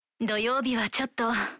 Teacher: en allongeant la prononciation à la fin et en diminuant le ton de la voix pour dire ちょっと, on crée une nuance qui caractérise une certaine réticence.